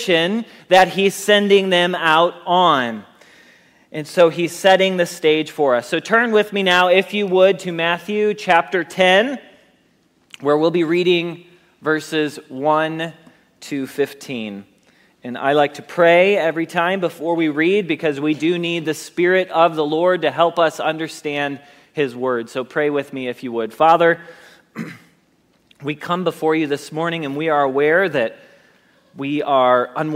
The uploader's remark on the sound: Message Preached at Valley Creek Church